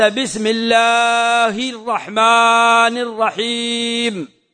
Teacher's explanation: المد في لفظ الجلالة لأن ما بين اللام والهاء ألف، وإن لم تكن مكتوبة فتقول أنت بسم الله الرحمن الرحيم، فالمد بعد الألف ولا تقرمط